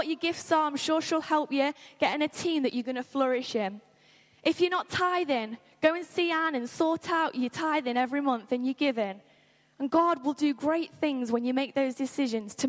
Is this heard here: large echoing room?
yes